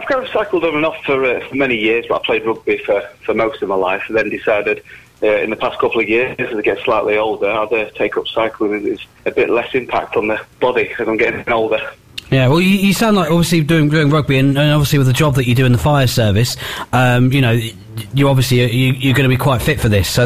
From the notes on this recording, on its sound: Phone Interview.